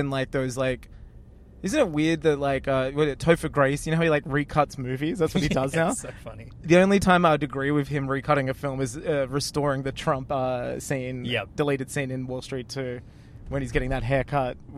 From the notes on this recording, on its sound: Two boys in a car driving to the premiere of a TV show at a movie theatre.